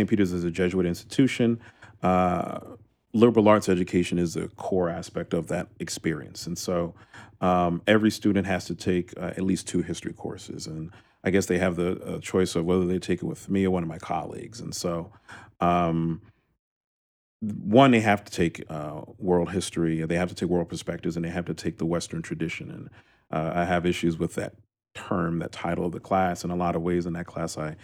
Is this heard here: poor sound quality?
no